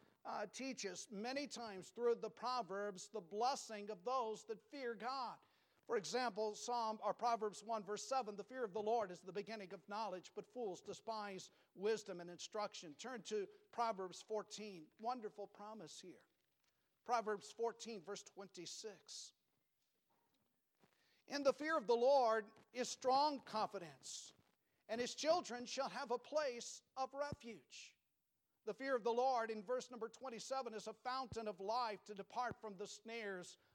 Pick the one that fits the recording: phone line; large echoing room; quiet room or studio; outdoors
large echoing room